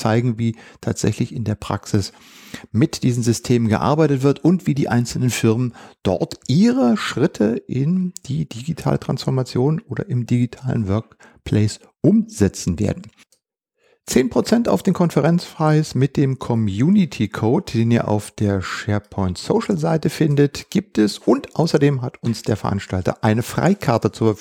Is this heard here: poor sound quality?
no